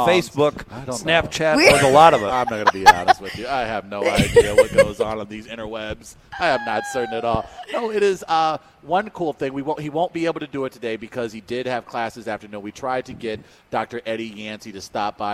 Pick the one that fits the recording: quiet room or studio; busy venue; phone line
busy venue